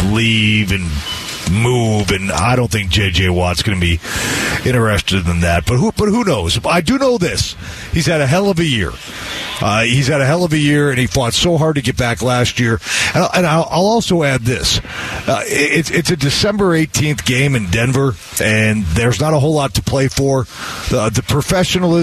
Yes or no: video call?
no